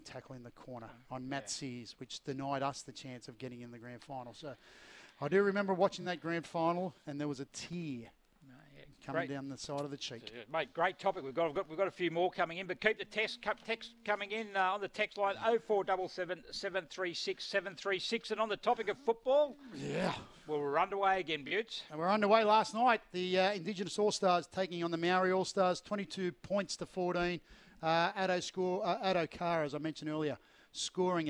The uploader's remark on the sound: live from Terrigal Trojan rugby club